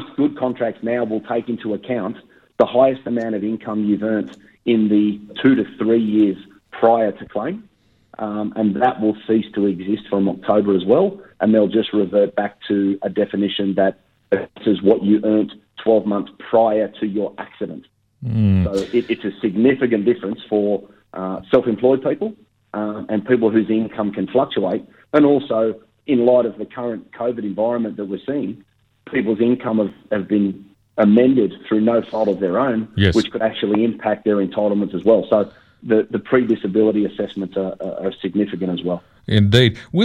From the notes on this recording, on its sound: Covid lockdown extends in many parts of Australia, including the ACT. Can’t be in the studio again this week. Over the phone.